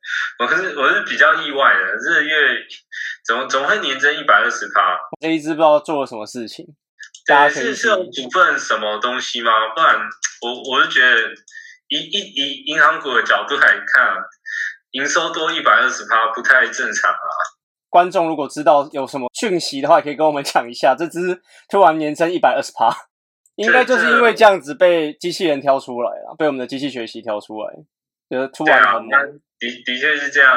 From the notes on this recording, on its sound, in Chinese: 我們這次用遠端來錄音。音質聽起來不是很優。